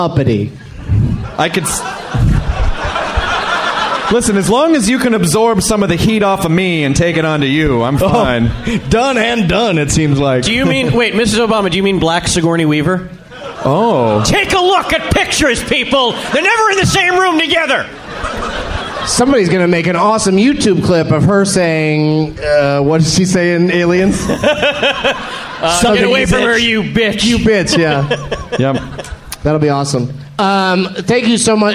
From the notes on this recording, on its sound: Live from Cobb's Comedy Club at SF Sketchfest